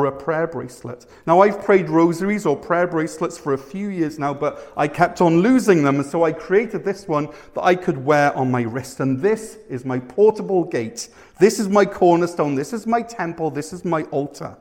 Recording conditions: large echoing room